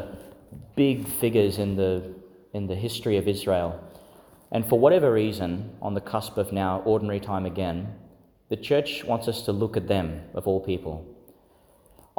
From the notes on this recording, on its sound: delivered in St Agnes Church, Agnes Waters, Qld.